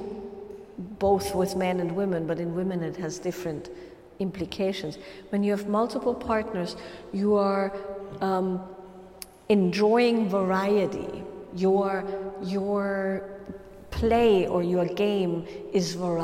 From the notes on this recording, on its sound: a live Q&A during a Wild Woman's Way workshop